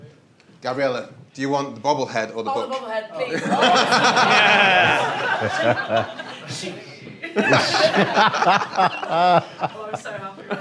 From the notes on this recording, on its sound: We recorded this as part of the London Podcast Festival in 2018 in front of a SELL OUT audience. Helped by questions from the audience.